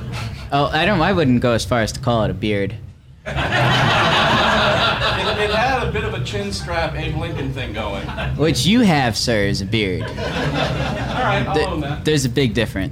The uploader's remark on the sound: Live at Monterey 2019. In front of a small audience.